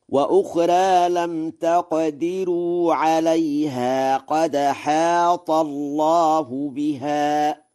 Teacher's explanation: ورش: وأخرى بالتقليل، وهو لغة فصيحة، وقرأ بترقيق راء لم تقدروا، ونقل حركة الهمزة إلى الساكن قبلها في قوله قد حاط